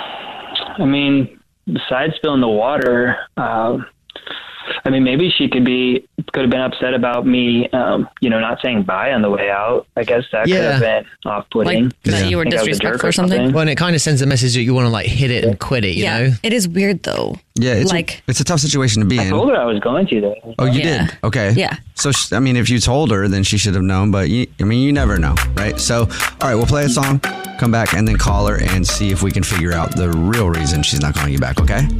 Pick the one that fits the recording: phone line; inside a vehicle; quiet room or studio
phone line